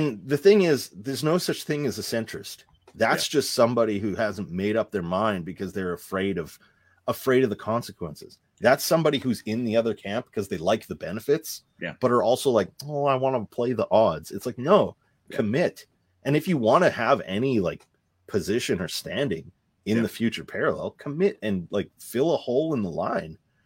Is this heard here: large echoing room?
no